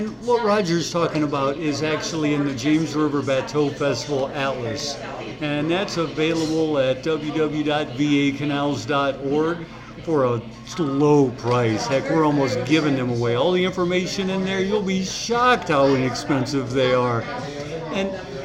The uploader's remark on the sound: We decided that one of our local businesses would be a great place to sit down and have a conversation. There is a bit of background noise caused by people enjoying themselves.